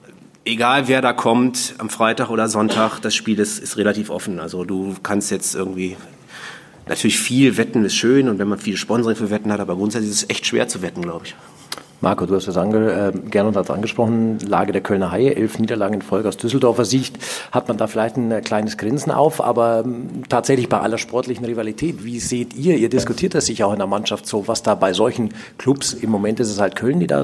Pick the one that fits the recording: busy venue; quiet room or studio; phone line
busy venue